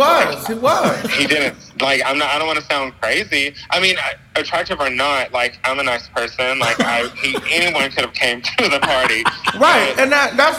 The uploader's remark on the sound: Recorded at The Lumen Room in Fort Worth. Via a phone call to tell a story you have to hear to believe!